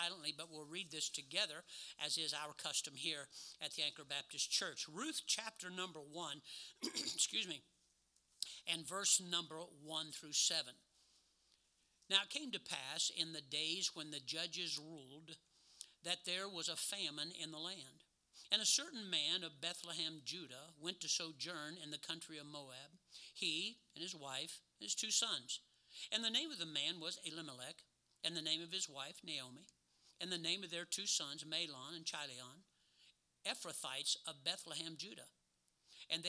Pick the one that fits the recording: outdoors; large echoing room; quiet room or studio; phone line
large echoing room